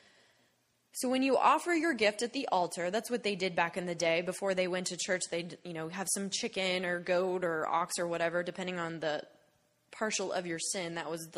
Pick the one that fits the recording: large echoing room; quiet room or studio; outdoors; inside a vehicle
large echoing room